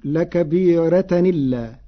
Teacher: قرأ ورش بنقل حركة الهمز إلى الساكن قبله فتصير لكبيرة إلا مع ترقيق الراء